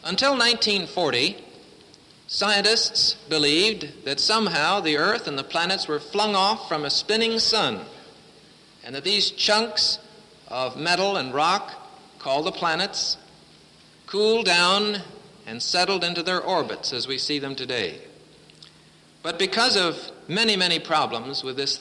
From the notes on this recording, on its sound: presented at Winona Lake Bible Conference 1966.